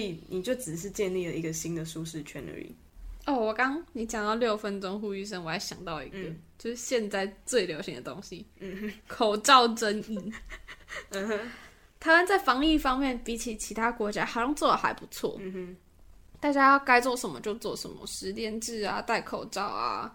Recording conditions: background noise